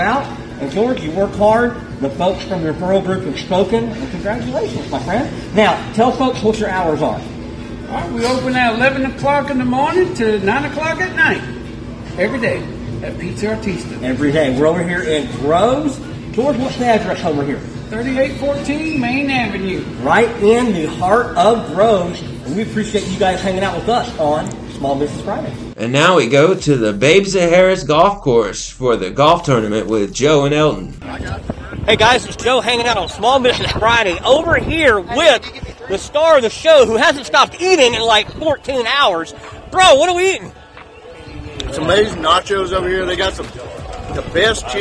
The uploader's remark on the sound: at the Lamar State College–Port Arthur Golf Tournament